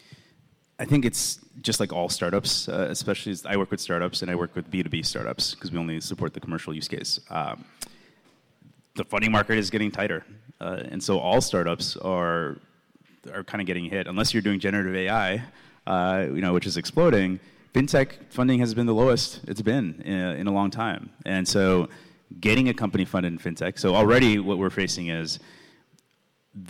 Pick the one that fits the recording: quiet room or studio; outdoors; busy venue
busy venue